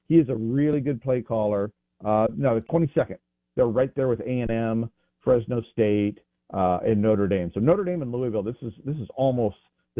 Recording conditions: phone line